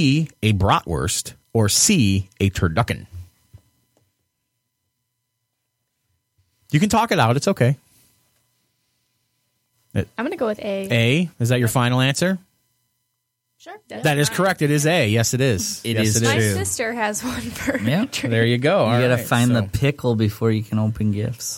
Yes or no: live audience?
no